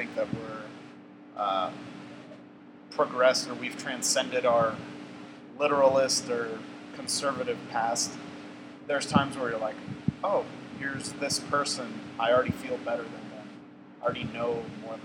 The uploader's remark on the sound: We recorded this episode in a large room with massive fans (#RookieMistake). We recorded this episode in a large room with massive fans (#RookieMistake).